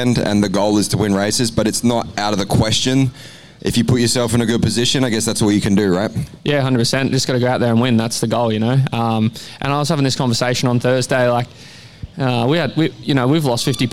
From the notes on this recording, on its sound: The AMX Superstores ProMX Radio Show from Coolum saw the Inside Dirt crew in the mobile media centre presenting to the live race fans in attendance across both days of the final round of ProMX.